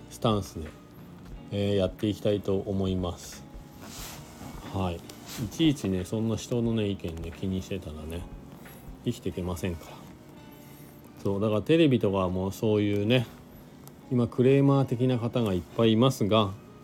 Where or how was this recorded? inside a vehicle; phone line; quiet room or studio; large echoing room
inside a vehicle